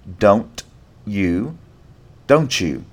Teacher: the t plus y sound making ch